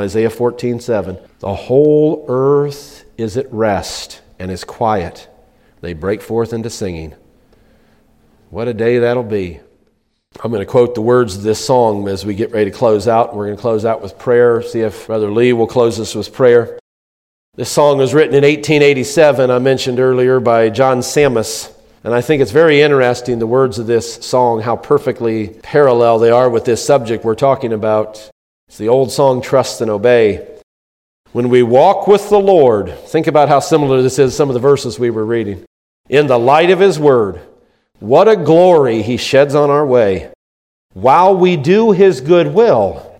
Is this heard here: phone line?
no